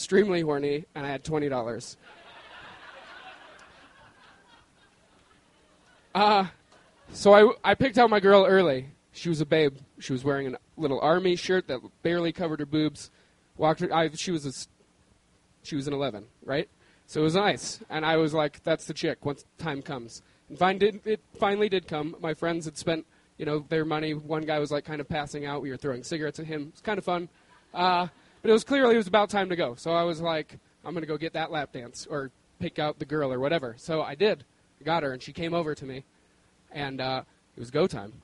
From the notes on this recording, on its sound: The stories were recorded on January 17, 2013 at our beloved Deer Pile in Denver, Colorado.